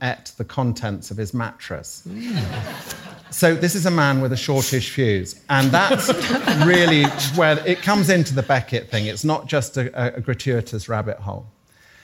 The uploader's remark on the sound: A very special LIVE episode of The Rabbit Hole Detectives all the way from The Royal in Northampton where the audience, and not the Disembodied Voice, declares this week’s winner.